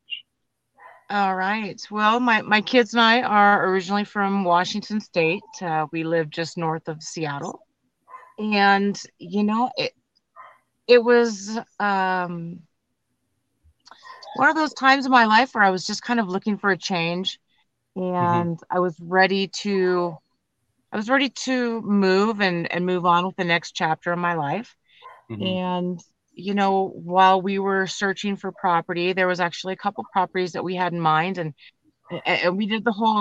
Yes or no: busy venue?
no